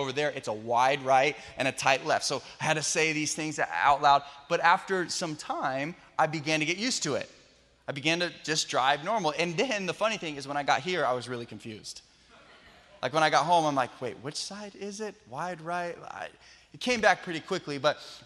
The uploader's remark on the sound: Special message taken from our Sunday Night Live event.